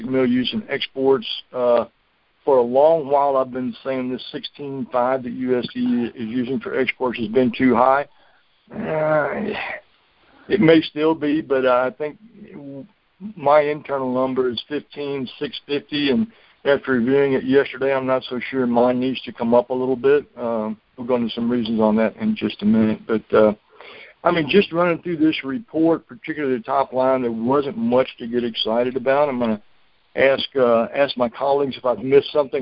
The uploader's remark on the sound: Monthly Conference Call